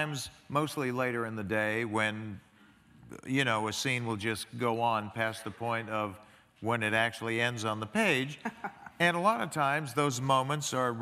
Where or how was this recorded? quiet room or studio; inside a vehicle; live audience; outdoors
live audience